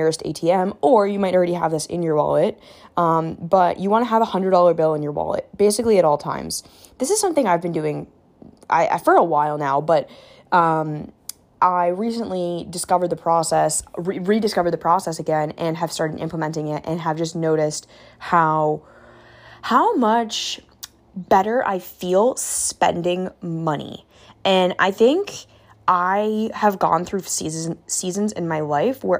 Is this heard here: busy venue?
no